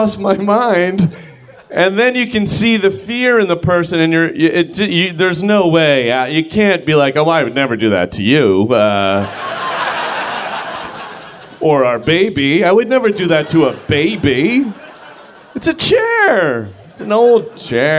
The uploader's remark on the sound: Live from San Fran 2015